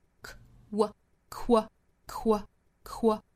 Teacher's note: 那注意前面的这个 QU 组合发 ququ，要把重点更多放到 w 这个音 qu qu ququ，然后再加元音，就是 qualities qualities qualities.